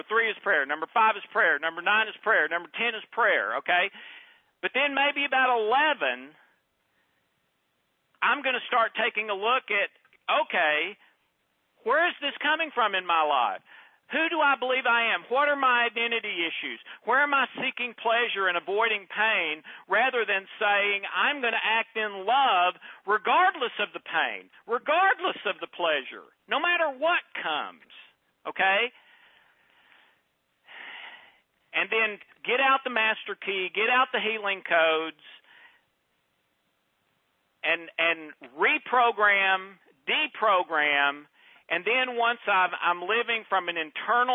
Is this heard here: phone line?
yes